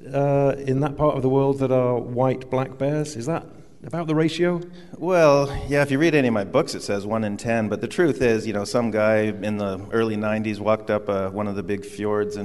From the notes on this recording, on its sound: On stage at The Mountineers in Seattle.